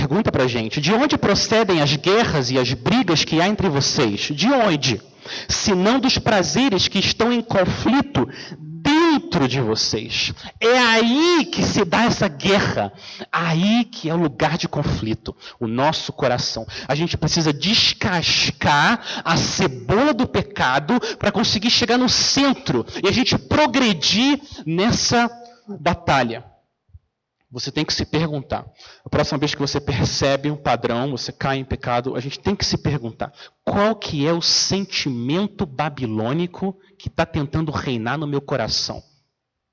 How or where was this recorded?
large echoing room